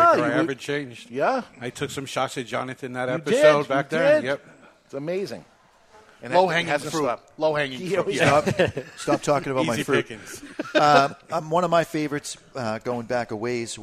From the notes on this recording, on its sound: With a live studio audience at Two Guys Smoke Shop in Salem, New Hampshire